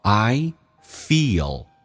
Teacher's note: 长元音，嘴角往后咧，E，舌尖抬起来一点点，靠向你的上齿龈，在上牙齿后背，叫做 O feel 下面一个单词 dizzy 指的是头晕的，我感到头很晕 dizzy，记住这是一个短元音 e，以嗓子眼发力，声音往后靠 edizzy。 After wakingup， waking 这个可要被浊化成个，那么经常在加 ing 形式上，像 looking walking 都是可以，两个元音中间所加的辅音要被浊化